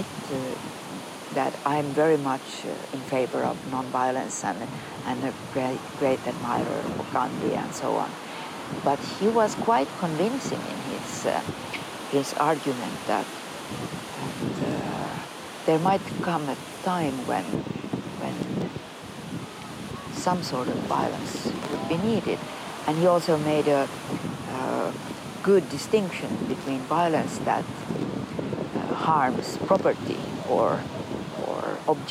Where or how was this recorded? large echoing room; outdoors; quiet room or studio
outdoors